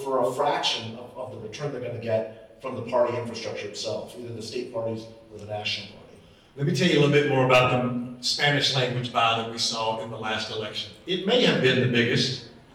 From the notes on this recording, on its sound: The Latino Vote - Live from Las Vegas. The Latino Vote Podcast is live from the Campaign and Election Awards in Las Vegas, Nevada.